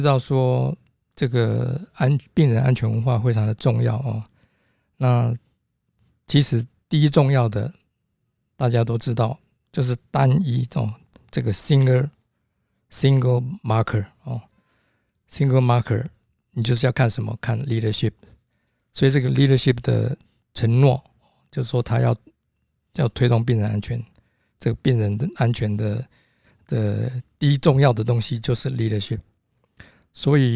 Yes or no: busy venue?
no